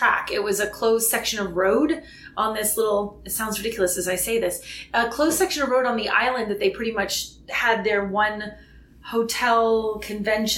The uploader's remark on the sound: Record a live episode from a hotel room (sorry about the room echo) in Bozeman, Montana.